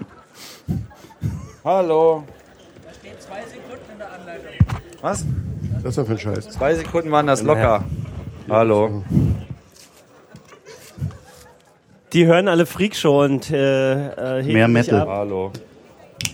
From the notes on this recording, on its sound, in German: Es war Congress und wir waren dabei. Auf der Bühne des Sendezentrums. Tag eine unterhaltsame Zusammenkunft mit unseren Hörern vor Ort.